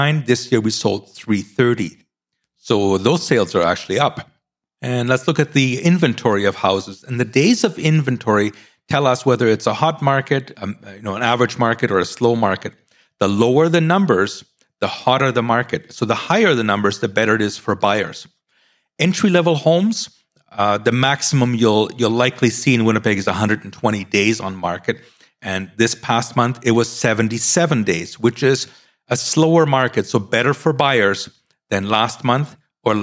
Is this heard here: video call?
no